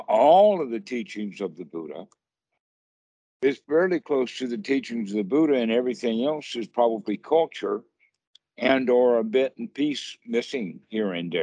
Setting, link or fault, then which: link, video call